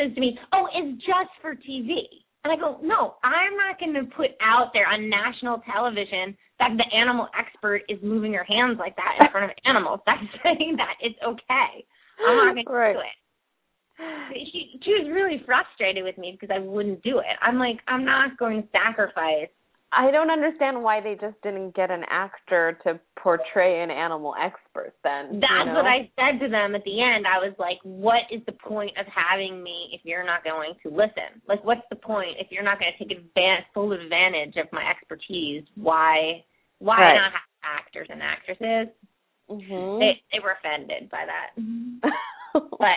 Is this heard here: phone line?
yes